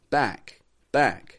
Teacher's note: I'm just not saying back with a strong K, but it's kind of soft and light.